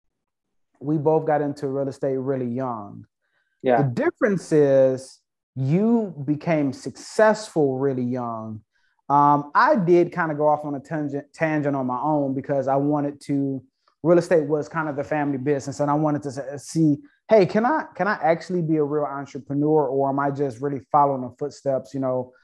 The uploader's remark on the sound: Investors Gallery is a live Zoom open to the public